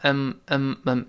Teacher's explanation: 如果不中读的话，读成 “M”，“M”重读是 “I'm”，“I'm”。那么不重读就弱化成 “M”，“M”，“M”就好了。“Worried。”就是一个形容词，就担心的，worried。别忘中间那个 r，有勾舌头，不要读 worried。不对哦，勾舌头，我们读一下。worried。worried。哎，这个词在这儿重读。I'mworried。说我担心。嗯，第二人回答非常富于口语特色，他说，担心什么呀？Worried aboutwhat？Worried aboutwhat？哎。本来呢，如果是，呃，在书面中写的时候，应该是 What are you worriedabout？但是口语中非常地简洁，说 What aboutwhat？就是你担心什么呀？那更像中文的语序了。那 worried 跟后面